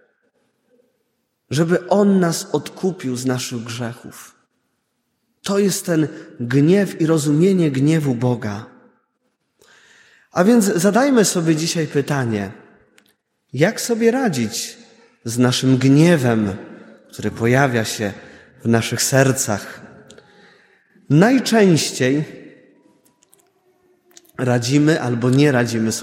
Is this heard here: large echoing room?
yes